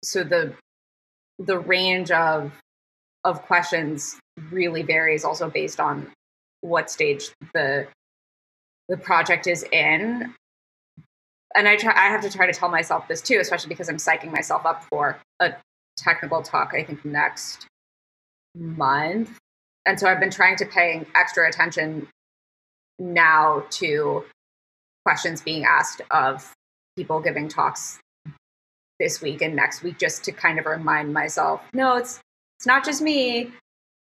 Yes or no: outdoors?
no